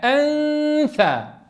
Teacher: فنقارب اللسان إلى قرب مخرج الثاء من غير إلصاق على المخرج، فلا نقول أن ثبتناك أنثى لأن الثاء تخرج من طرف اللسان مع أطراف الثنايا العليا، فنقرب إلى يعني أطراف الثنايا أنثى، طيب من غير إلصاق. · Term: الإخفاء